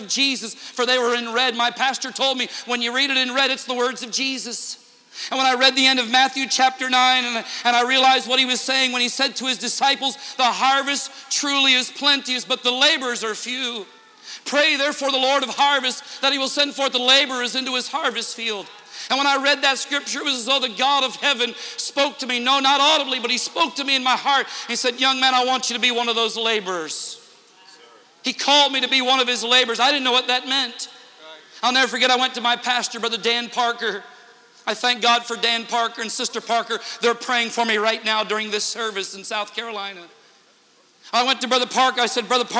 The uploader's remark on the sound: Interchurch Holiness Convention Dayton, OH 2009